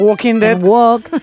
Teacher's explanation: Os diría que no pronuncian la L, al igual que ocurre en Walking.